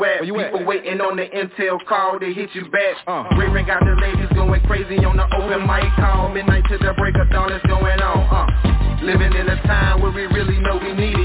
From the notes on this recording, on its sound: Conference Call